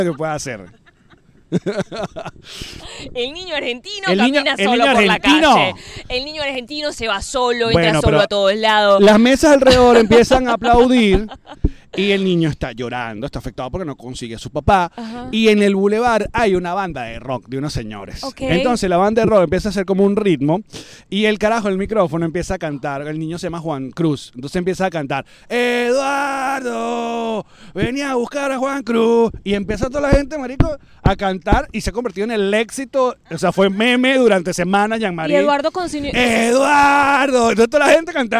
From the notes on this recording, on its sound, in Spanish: Directo desde el Central Park. Grabamos episodio en el mero Central Park de NY.